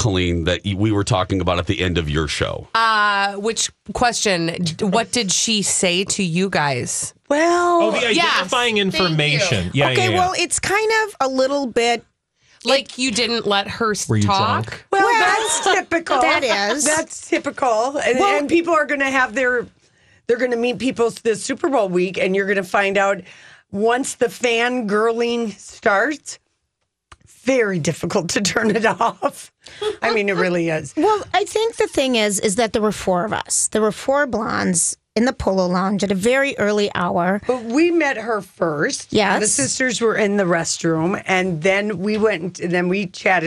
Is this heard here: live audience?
no